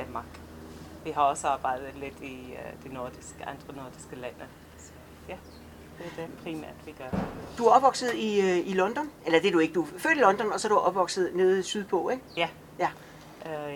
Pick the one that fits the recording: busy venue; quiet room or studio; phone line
busy venue